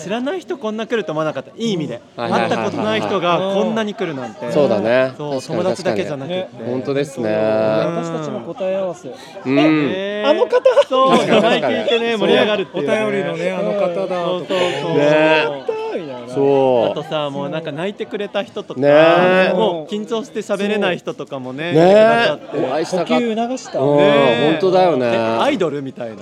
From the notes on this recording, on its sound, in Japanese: ポッドキャストウィークエンド2023当日の様子をお届け。また、ブースに来てくださったポッドキャスターの方で、収録をできた方々の声と、当日の催しの１つ「ルーレット」の模様をお届けします。